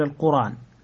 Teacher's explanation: حركة الهمزة إلى الساكن قبلها فنحركه بها ثم نحذف الهمز القرآن ننقل الفتحة التي على الهمز إلى الراء ونحذف الهمزة